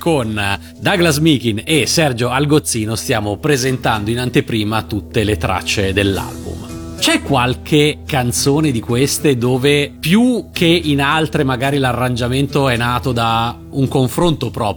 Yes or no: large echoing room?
no